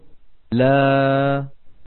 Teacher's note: وقد عبرنا بالصورة بالدخان الأبيض عن صوت الألف وهي تخرج من الوترين الصوتيين